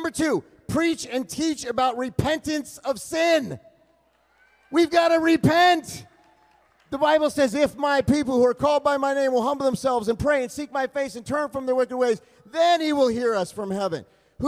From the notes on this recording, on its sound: LIVE at ReAwaken America - Miami, FL. Trump Doral, Miami, FL.